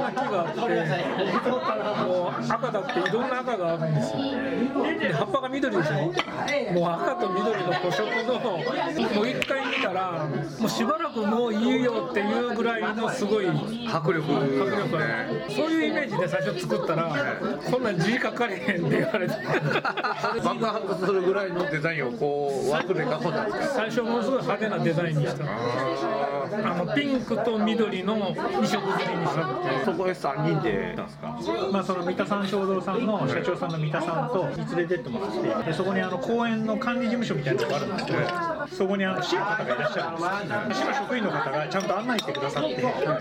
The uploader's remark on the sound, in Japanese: バルで収録したため結構ガヤガヤしてます。